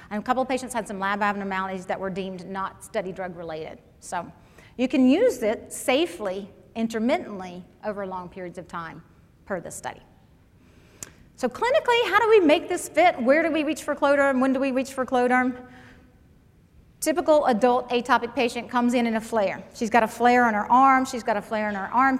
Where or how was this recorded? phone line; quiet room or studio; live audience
live audience